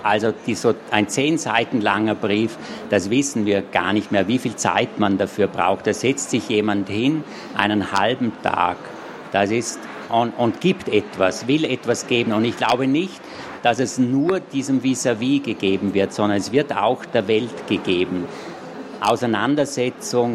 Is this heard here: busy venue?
yes